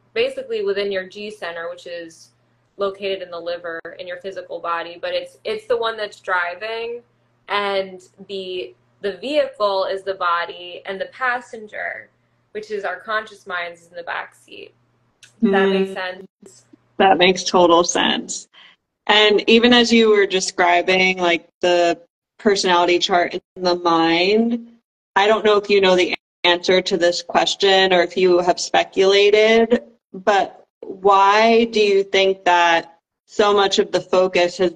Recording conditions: video call